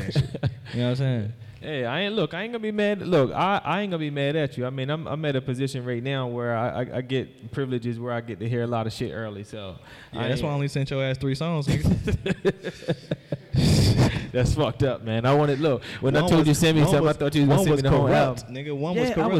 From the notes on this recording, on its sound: Live at BeSocial in front of an audience.